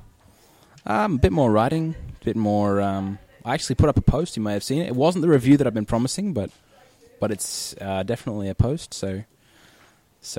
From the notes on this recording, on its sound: Recorded live at the Brunswick Street Bookstore.